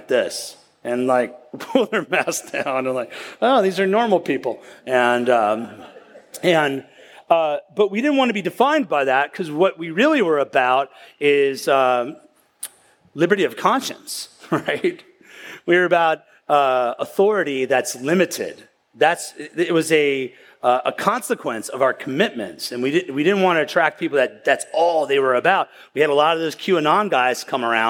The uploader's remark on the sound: at the County Before Country Conference 2023